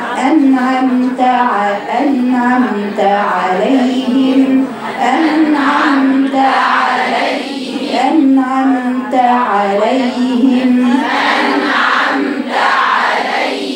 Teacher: أنت عندك أنعمت في فتحة وعليهم فتحة، ما تختلسيش أي فتحة من الاثنين